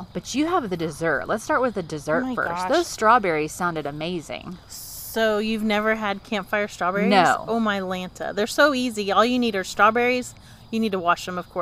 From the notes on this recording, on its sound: The Roadschool Moms crew pulls up a chair by the crackling campfire. The replay is a live recording by the Roadschool Moms team from the back porch and behind the wheel. Broadcasts from central Florida.